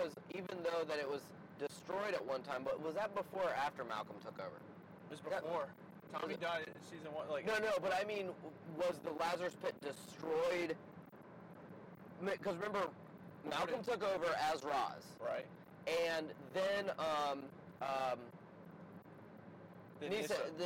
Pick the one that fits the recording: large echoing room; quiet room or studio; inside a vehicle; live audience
inside a vehicle